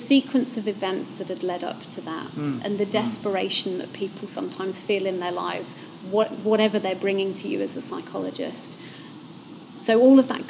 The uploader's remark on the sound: recorded live as a part of Festival Muse